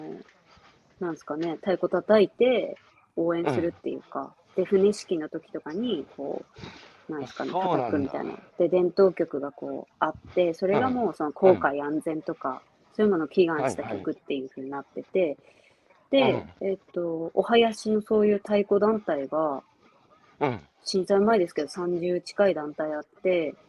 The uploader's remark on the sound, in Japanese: 歩きながら1時間、対談する